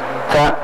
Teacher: ta keluar angin, hembus sedikit aja. Tapi bukan dikeluarkan sengaja, tidak, memang karena mau nyebutnya seperti itu maka angin secara otomatis keluar.